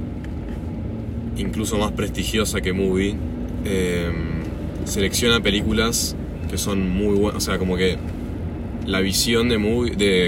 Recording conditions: inside a vehicle